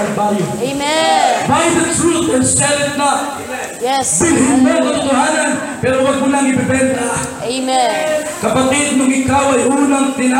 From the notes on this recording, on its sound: Preached on a Pentecost Sunday celebration 2016.